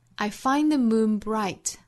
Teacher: moon 这个词在长元音 u 的后面带出鼻音来不要读成 moon 哈，moon 其实是读成了两个音节了。I find the moon bright.